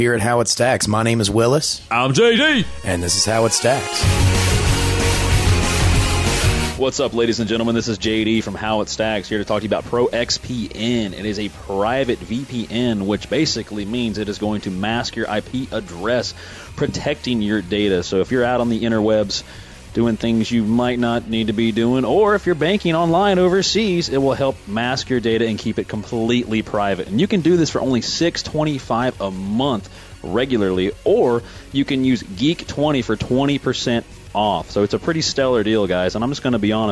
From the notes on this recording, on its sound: Played clue live at the Coffee Loft (local coffee shop).